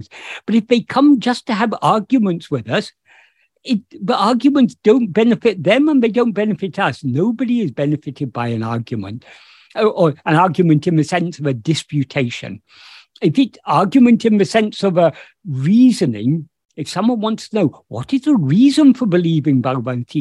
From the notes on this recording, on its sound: In a Zoom meeting with Sri Ramana Center, Houston